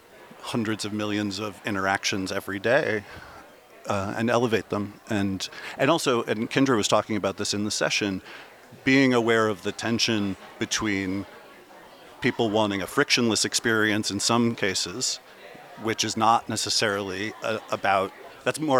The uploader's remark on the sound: Recorded live at Advertising Week New York 2023